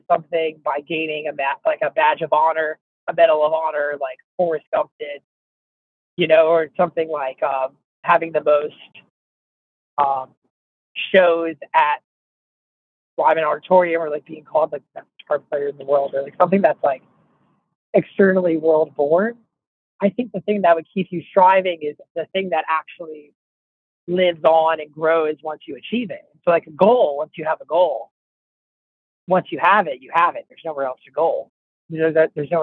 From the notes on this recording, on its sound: In a phone interview